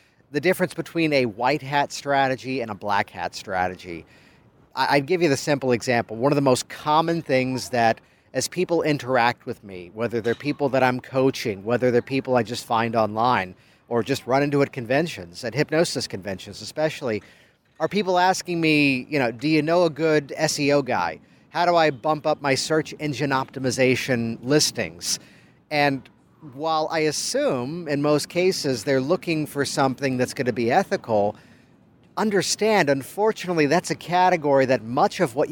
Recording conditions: outdoors